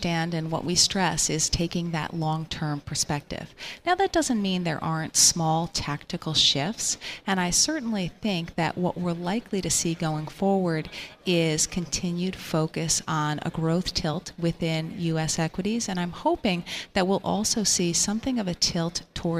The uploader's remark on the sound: Broadcasting Live from the BNY Mellon Pershing INSITE conference in Phoenix.